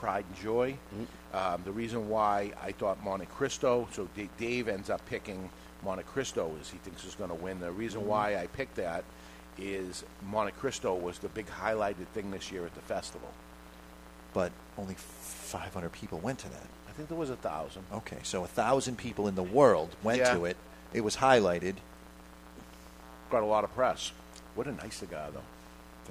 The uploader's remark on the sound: Live from Two Guys Smoke Shop in Salem, NH